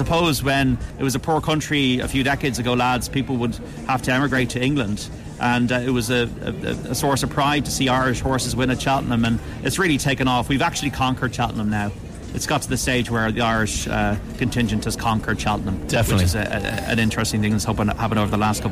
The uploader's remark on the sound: live from Cheltenham